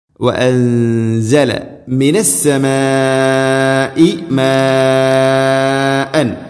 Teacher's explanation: വഅൻസല നൂനിനെ അവ്യക്തമാക്കി മണിക്കണം. ഇഖ്ഫാഉം ബിഗുന്ന.